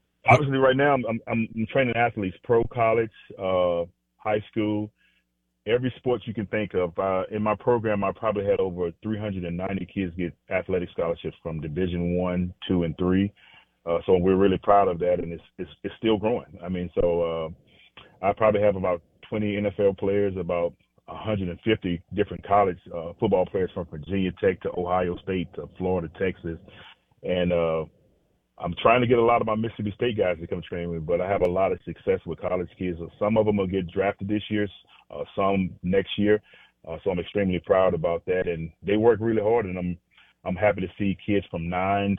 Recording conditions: phone line